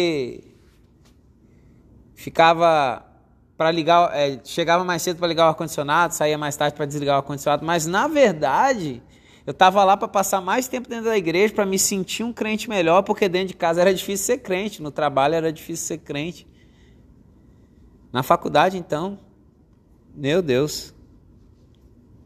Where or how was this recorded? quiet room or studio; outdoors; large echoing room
large echoing room